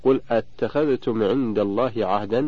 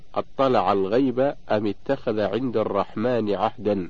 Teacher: تحذف همزة الوصل وتبقى همزة الاستفهام مفتوحة